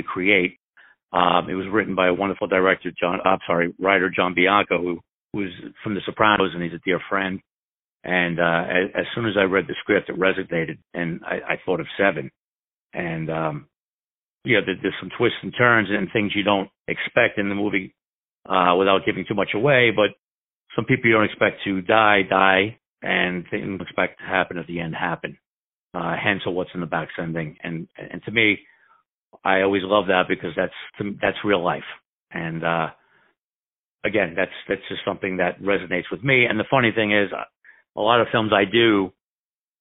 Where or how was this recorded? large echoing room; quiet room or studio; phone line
phone line